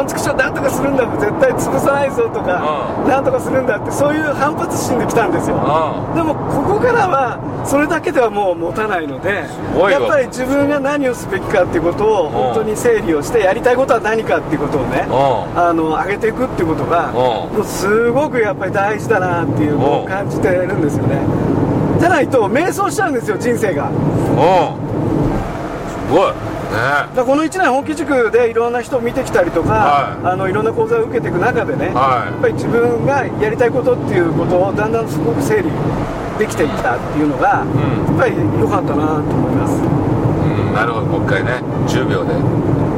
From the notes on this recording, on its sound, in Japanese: 福井県へ向かう車の中でドライビング対談収録をいたしました。